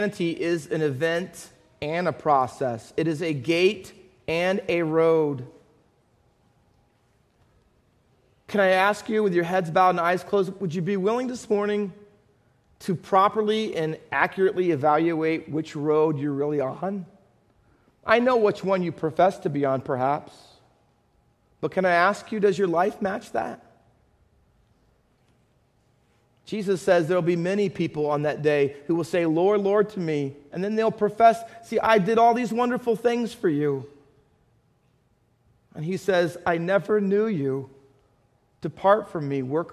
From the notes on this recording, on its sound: Faith Baptist Church in Hamilton, NJ.